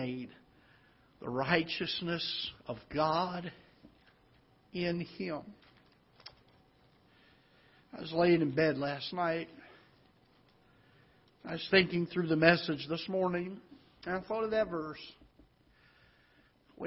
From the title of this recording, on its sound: Ketha Heights Baptist Church ~ Live Broadcast